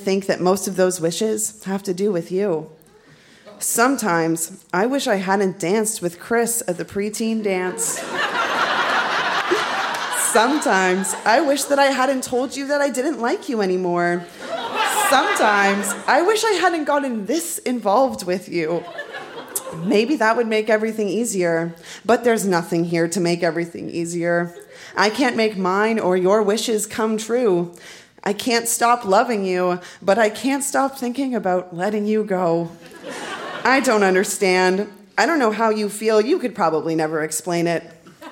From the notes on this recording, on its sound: Recorded live at the Royal Cinema in Toronto.